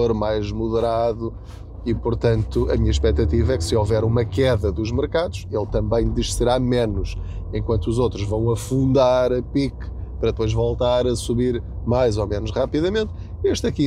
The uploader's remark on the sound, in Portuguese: Não ligue aos barulhos da viagem.